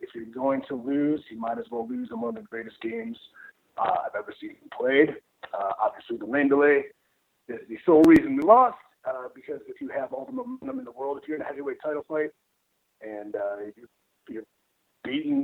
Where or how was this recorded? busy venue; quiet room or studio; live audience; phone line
phone line